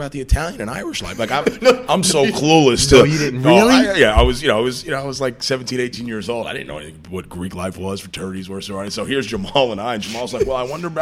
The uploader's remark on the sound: Broadcasting live from Jack Demsey's bar.